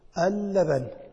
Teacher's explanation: ستكون اللام شمسية مدغمة